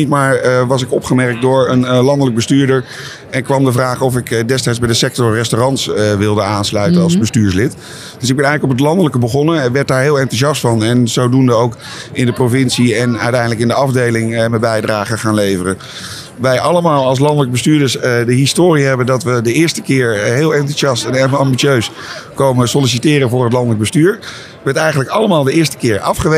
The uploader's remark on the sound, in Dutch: Aan de Stamtafel op de Horecava. Bij onze Stamtafel op de stand van de SVH. Is opgenomen te midden van de Horecava. Met dank aan SVH voor een plekje op hun Horecava stand.